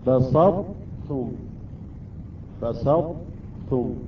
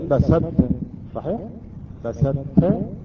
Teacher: إذن الطاء لا تحذف بالكامل مع التاء، أصبح إدغام الطاء بالتاء، ولكن الطاء لا تحذف، بقيت صفة الاستعلاء وصفة الإطباق · Shown in: first take · Term: إدغام ناقص